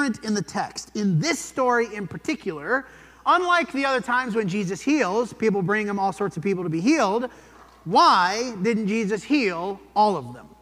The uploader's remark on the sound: This sermon was preached at the Dewey Church of Christ